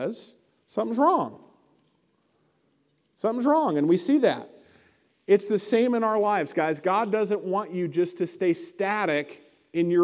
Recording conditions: large echoing room